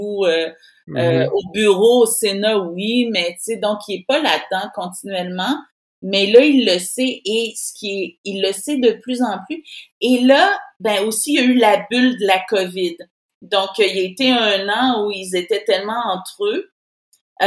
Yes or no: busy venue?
no